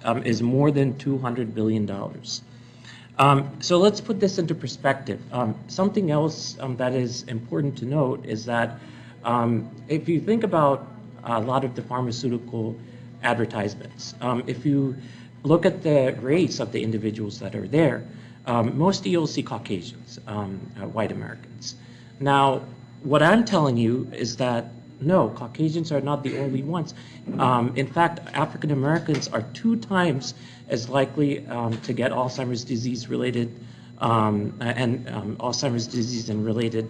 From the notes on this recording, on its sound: This is the live lecture that I delivered at the American Public Health Association